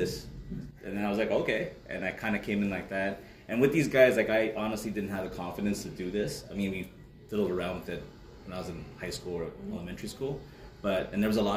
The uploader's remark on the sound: RFTLOI Conference - Toronto 2023. At the Reading For The Love Of It conference in Toronto.